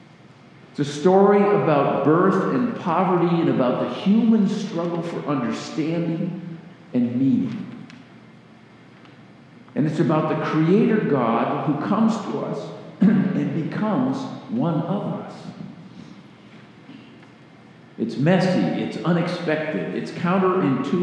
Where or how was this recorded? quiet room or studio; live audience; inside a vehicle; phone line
live audience